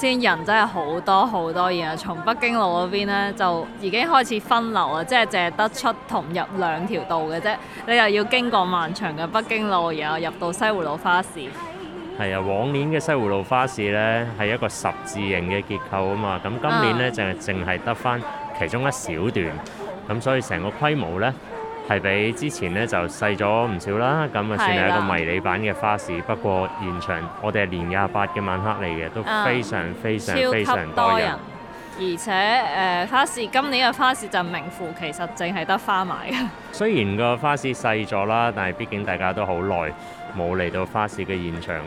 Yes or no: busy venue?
yes